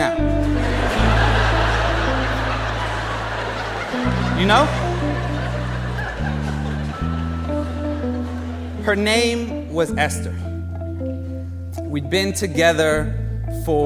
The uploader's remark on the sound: Live at BAM